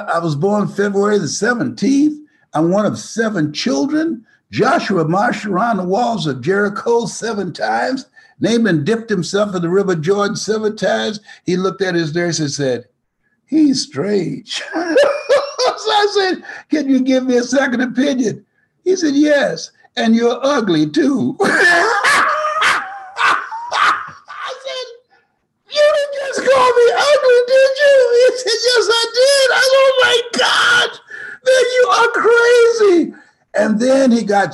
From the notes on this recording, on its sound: joined me on a webinar